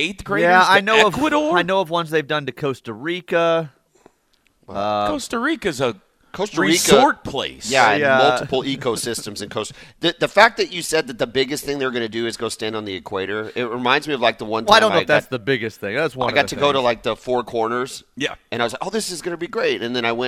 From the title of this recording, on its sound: LIVE FROM BROWN OHAVER